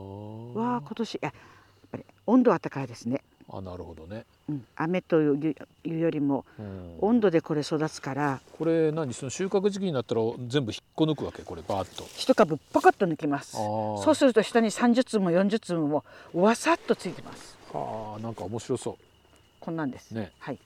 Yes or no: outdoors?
yes